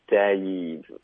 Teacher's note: Dev 不行，要 Dave。OK，所以你的开头发得很好，后面要滑到一个 e 的音